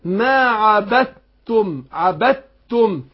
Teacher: نطقنا بعد الباء ايه التاء، ما نطقناش الدال · Term: الادغام